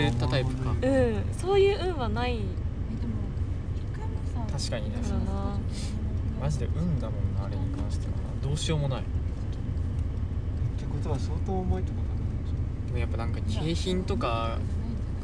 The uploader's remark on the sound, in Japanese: 車の中で